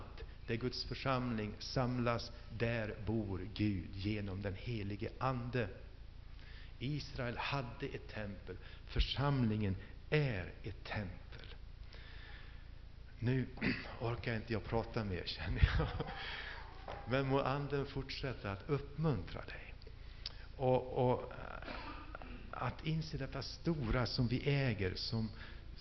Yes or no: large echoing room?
yes